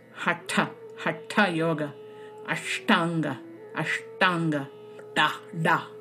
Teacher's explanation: Then you come to the third position that is called the retroflex, or the cerebral, a tongue position where the tip of the tongue is striking the roof of the mouth